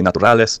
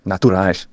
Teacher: So it's a little bit more nasal, more SH sounds for the S's. · Shown in: second take